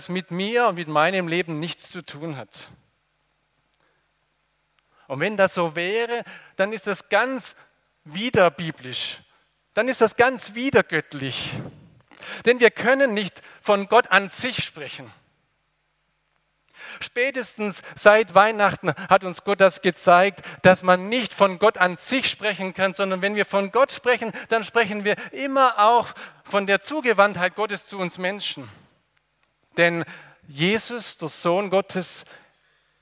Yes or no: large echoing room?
yes